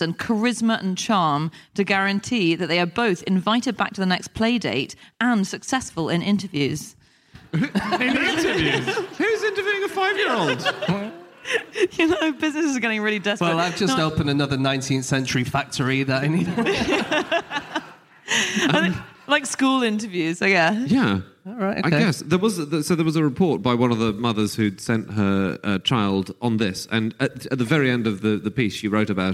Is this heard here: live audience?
yes